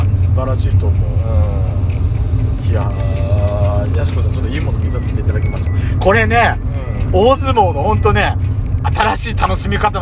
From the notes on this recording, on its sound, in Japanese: ドスドライブ収録 #ロードノイズゴメンね